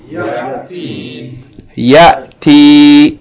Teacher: With elongation on the second syllable.